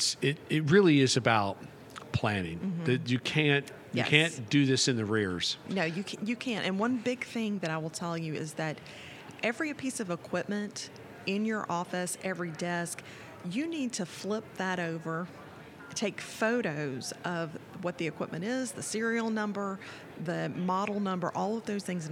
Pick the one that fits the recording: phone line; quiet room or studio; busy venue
busy venue